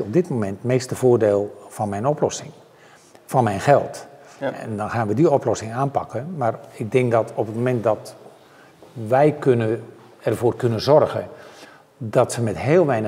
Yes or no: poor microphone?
no